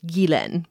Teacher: The emphasis is on the second syllable. So Gilen is how you pronounce it.